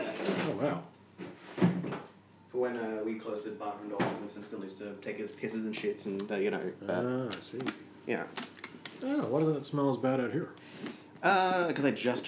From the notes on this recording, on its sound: Excuse the constant ceiling fan and water bottle noises. It was a hot day when we recorded this.